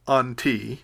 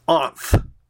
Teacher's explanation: Before a rough breathing, it becomes anth. The iota drops, and the tau becomes a theta because the rough breathing causes that to happen. · Shown in: second take